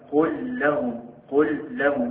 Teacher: ندغم اللام في اللام مثله · Term: إدغام متماثلين